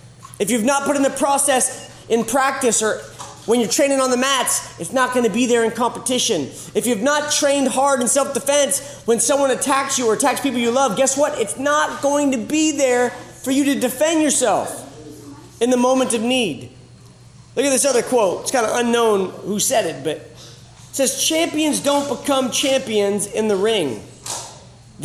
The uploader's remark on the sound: Live sessions from Camp R.A.W. This was originally recorded live at The School of Warrior Arts annual Camp R.A.W.